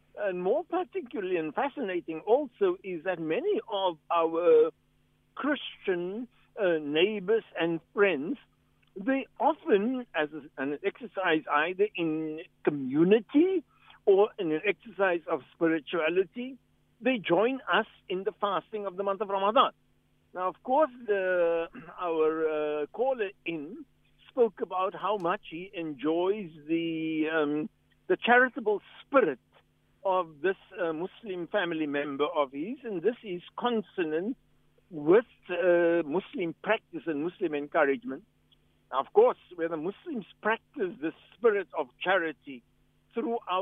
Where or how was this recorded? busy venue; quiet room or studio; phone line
phone line